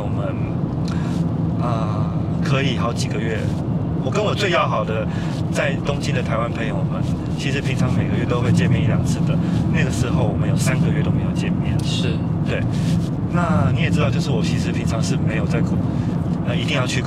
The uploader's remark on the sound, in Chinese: 一段從九份開車到台北的夜路上，在一個移動的空間裡。因車上錄音略有雜音，敬請多多包涵。